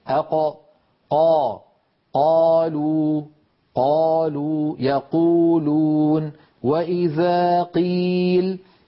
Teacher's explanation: منطقة أقصى اللسان ترتفع كما نرى في اللوحة، وتقرع المنطقة التي اسمها الحنك اللحمي · Term: القاف